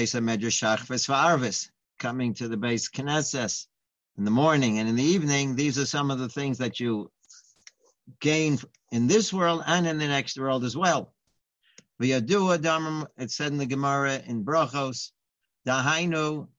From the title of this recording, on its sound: Live On Zoom